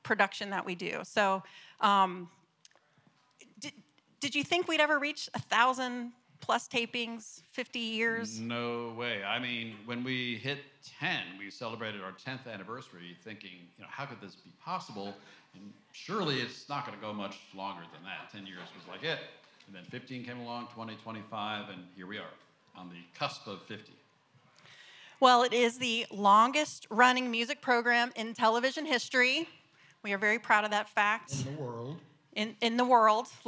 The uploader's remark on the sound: This conversation was recorded at ATX TV Festival Season 12 (June 1-4, 2023) in Austin, TX.